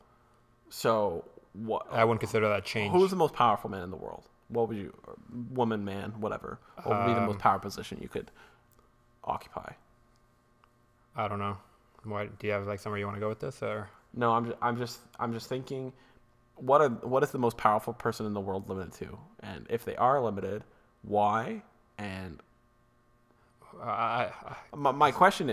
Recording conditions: hum or buzz